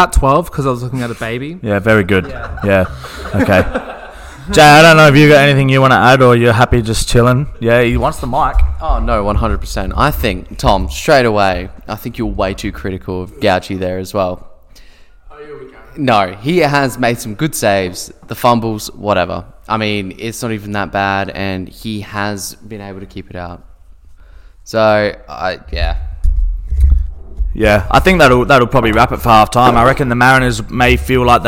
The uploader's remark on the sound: We sat down at NSF headquarters with a small crowd to record visceral reactions to the chaos that was playing out in front of our very eyes.